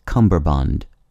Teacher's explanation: it's easier for some to insert a B sound into cummerbund · Term: epenthesis